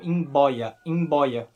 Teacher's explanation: E nesse caso, o B é bilabial.